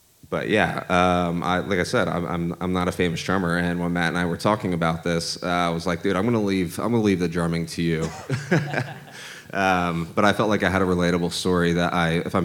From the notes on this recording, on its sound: Live at Beating Drums to Battle Cancer. Their first ever LIVE interview recorded at the event!